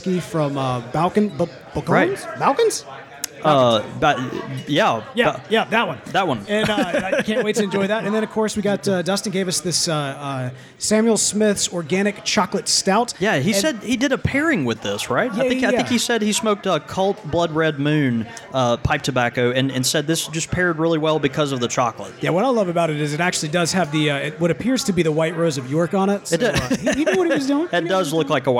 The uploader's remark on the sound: Tobacco Talk: Texas Tea (Live From Texas). Broadcast LIVE from the Texas Pipe Show!